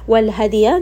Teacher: dal is going to have sukun, and it has qalqala here.